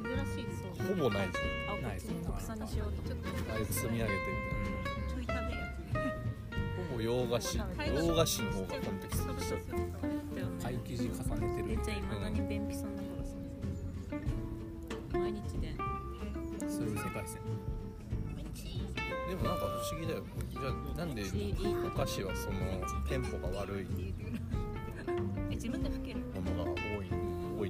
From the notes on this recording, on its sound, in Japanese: ピクニックしながらレコーディングしたため、隣に妻たちの女子トークが混ざってたり